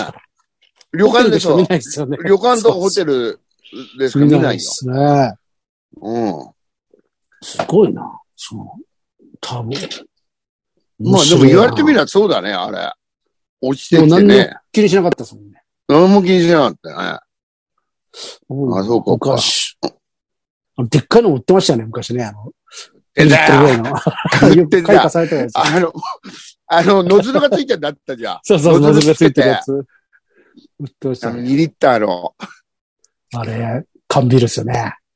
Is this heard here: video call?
yes